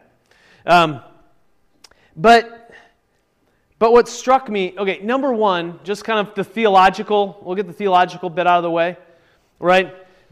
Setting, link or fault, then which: setting, large echoing room